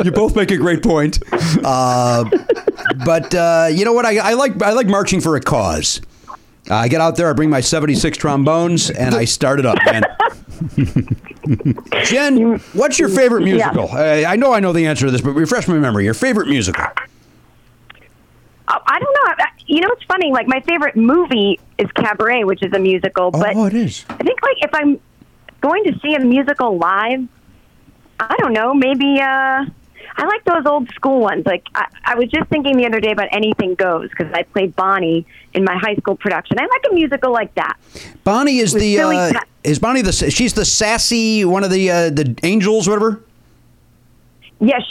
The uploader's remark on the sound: Take phone calls from past guests.